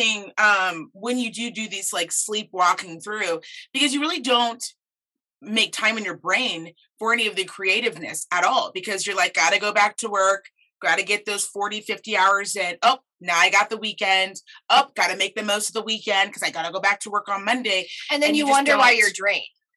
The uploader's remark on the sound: sitting down via Zoom